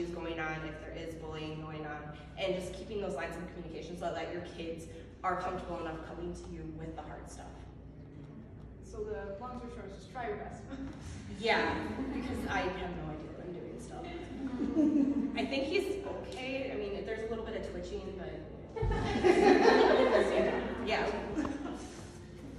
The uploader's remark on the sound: Here is video from the launch party. Including the first public reading and a Q&A.